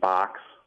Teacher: the word B-O-X comes out sounding like box, which is called a fronted O